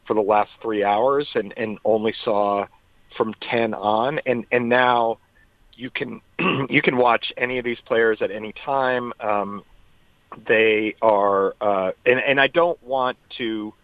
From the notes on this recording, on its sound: Calls in from Augusta. Phones in from Houston.